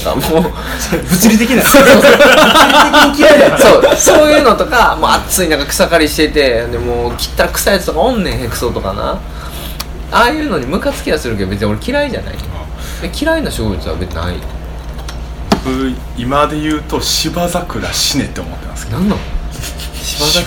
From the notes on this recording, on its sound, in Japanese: LOCKET』第3号刊行記念トークイベント（於blackbird books）後の打ち上げにてオフレコトーク満載につき、ぶつ切り配信。